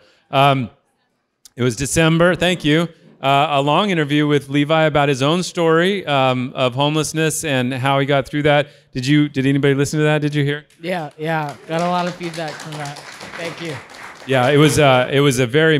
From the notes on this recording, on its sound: Joined us for a live show in North Park. Cozied up to the beer fermenters in Original 40 Brewing.